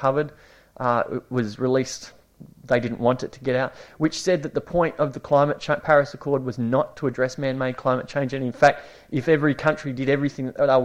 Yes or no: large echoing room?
yes